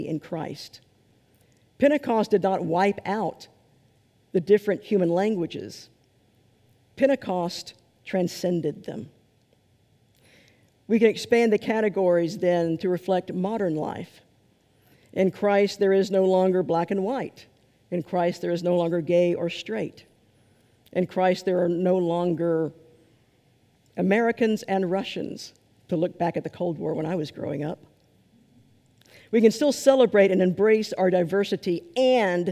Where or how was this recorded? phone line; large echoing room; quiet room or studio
large echoing room